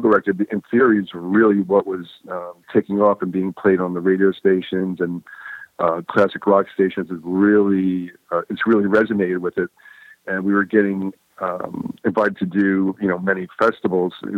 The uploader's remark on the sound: The guys called